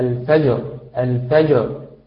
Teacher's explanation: الفجر، الفجر. فالراء في هذا الموضع كما قلت لك مفخمة، لأنها أصبحت ساكنة في حالة الوقف ومسبوقة بساكن مسبوق بفتح، فحاول أن تفخمها أكثر في حالة الوقف.